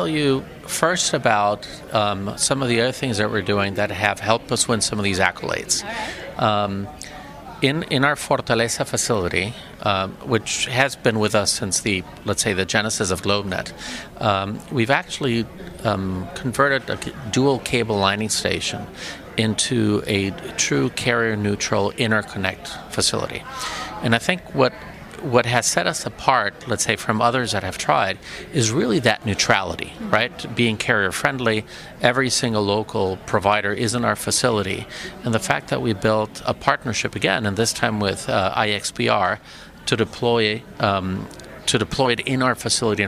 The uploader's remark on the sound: Live from Telecom Exchange (TEX) LA 2019